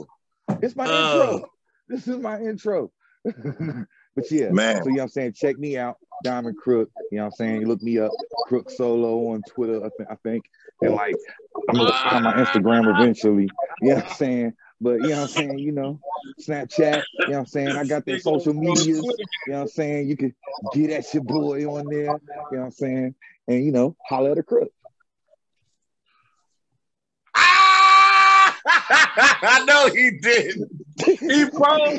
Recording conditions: video call